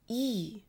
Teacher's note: the Russian e is a front vowel, meaning the whole body of the tongue comes forward and it's close to the roof of the mouth.